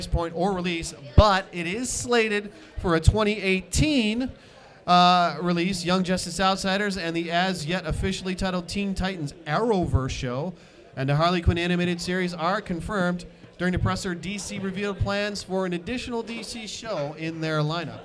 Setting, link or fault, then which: setting, busy venue